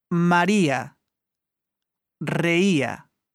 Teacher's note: Si le i porte un accent écrit, tu dois prononcer le i et le a séparément